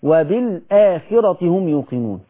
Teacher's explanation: الحرف الساكن اللي قبل الهمزة هو اللي يتسكت عليه · Term: السكت